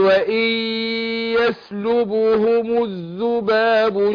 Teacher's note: أنا عندنا النون وبعدها الياء، بضغم النون في الياء أقول وإن بس مع الغنة أقول وإن يسلبهم الذباب شيئا لا يس كده.